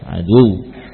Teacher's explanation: Baik, padahal ini bertasydid, adu, ya, dengan kita tentunya dengan memposisikan tekanan pada bibir, bukan hanya melewati saja adu, ya, tapi ditekan bibir kita, ya, karena wawu di sini bukan sebagai huruf mad, ya, tapi dia huruf yang berasal dari syafah, adu, sambil kita beri nabr.